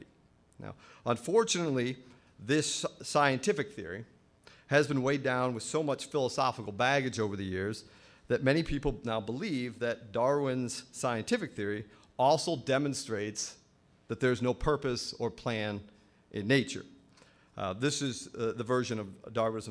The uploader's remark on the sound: At Franciscan University. During the Science and Faith Conference in December of 2011.